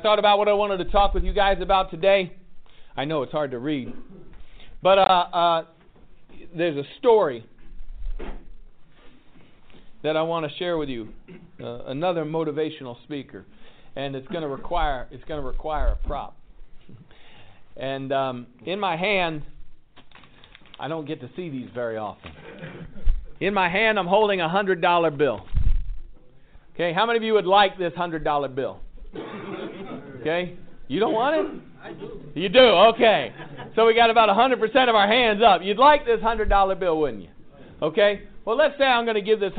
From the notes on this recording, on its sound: asks the audience